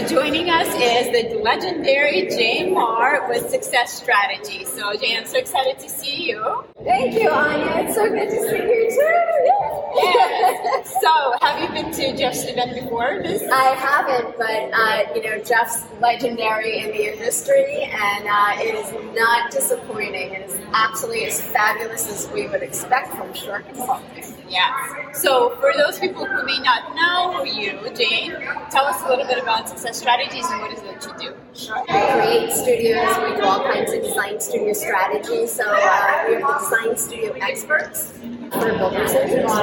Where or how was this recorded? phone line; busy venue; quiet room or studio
busy venue